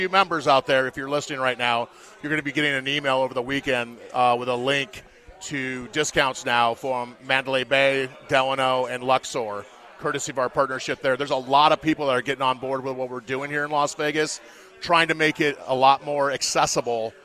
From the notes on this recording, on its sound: LIVE FROM LA CASA CIGARS IN TIVOLI VILLAGE